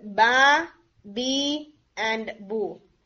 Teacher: जब आपके lips join होते हैं तो हल्का प्रेशर देके आप उन्हें पार्ट करते हैं तो ये साउंड उसमें आती है